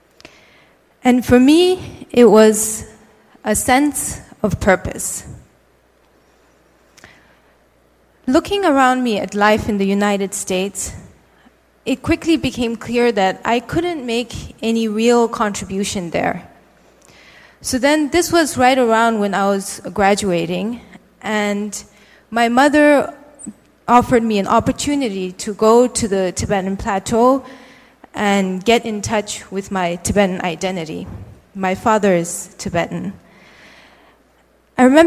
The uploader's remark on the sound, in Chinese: 一席现场